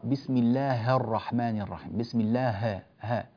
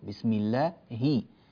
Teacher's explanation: قبل التشديد في الرحمن الرحيم ننبه إلى كسر الهاء · Shown in: second take